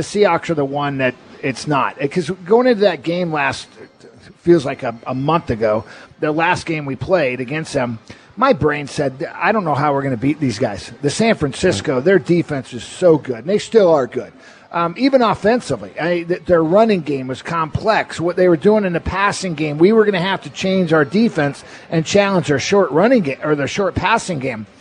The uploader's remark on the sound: Live at Snoqualmie Casino.